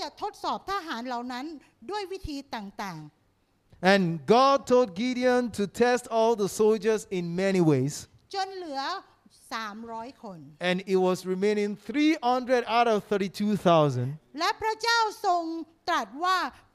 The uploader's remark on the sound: This sermon was Preached Live. With Thai Translation.